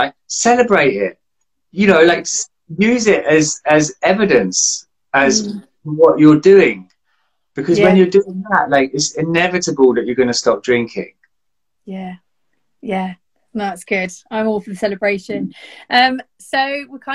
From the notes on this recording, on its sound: This is a bonus episode that was recently recorded on Instagram.